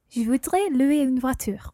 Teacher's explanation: you wouldn't pronounce the S of je voudrais because it's not followed by a vowel